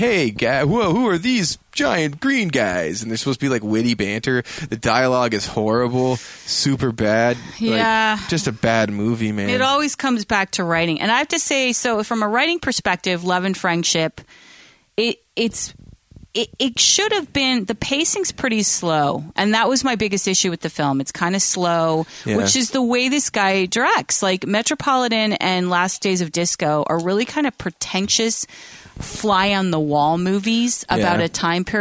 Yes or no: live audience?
no